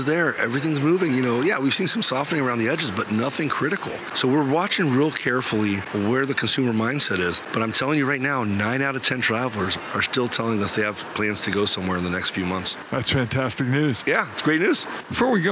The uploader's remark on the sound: This episode is live from ESTO in Savannah, Georgia.